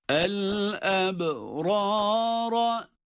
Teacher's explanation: El eb derken kalkale harfi el ebrara, arka arkaya iki tane kalın ra.